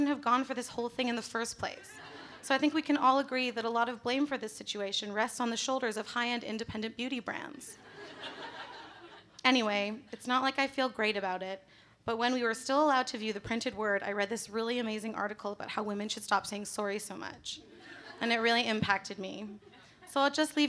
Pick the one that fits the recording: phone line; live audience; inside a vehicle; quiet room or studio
live audience